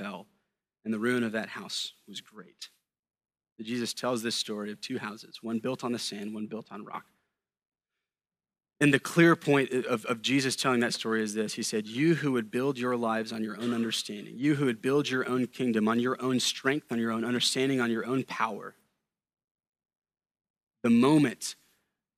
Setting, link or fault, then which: setting, large echoing room